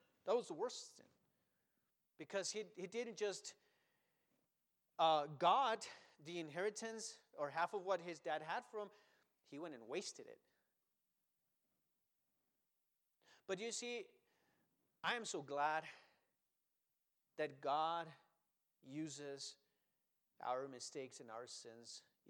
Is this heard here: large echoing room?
yes